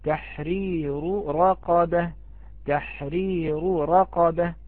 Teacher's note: ومعنا أيضا درجات تفخيم الراء، عندما مثلا نلاحظ تحرير رقبة، هناك دقة، الراء الأولى مكسورة مرققة، الراء الثانية مضمومة مفخمة طبعا عند غير ورش، ثم الراء الثالثة مفتوحة ففيها تفخيم أقوى من التفخيم الذي قبله وهو المضموم